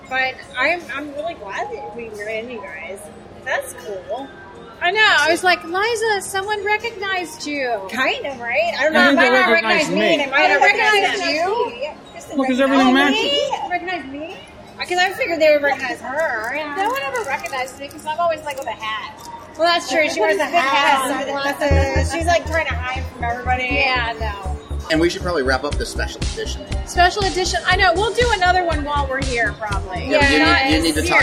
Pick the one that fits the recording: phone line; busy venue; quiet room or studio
busy venue